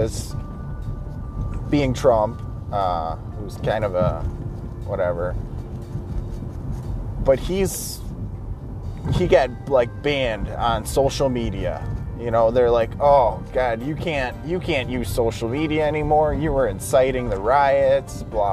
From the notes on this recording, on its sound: Car cast. Blowi g off steam in the car on the way to work.